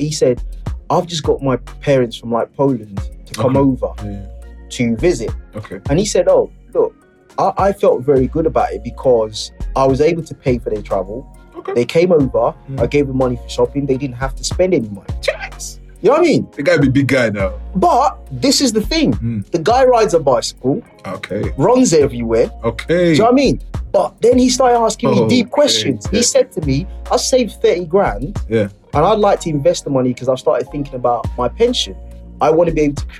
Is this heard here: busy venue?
no